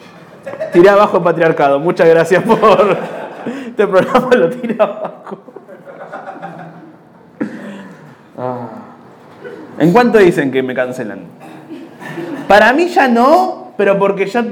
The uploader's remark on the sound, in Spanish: En vivo en Bahía Blanca